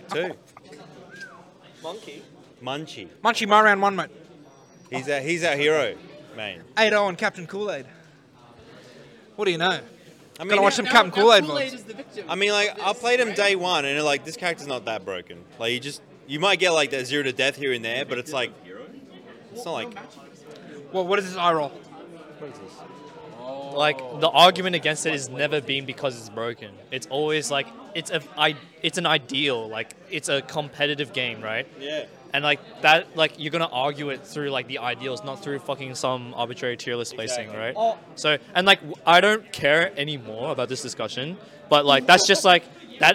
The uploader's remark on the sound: The Big Cheese 3 Roundtable. Do a live podcast at The Big Cheese 3 in Adelaide.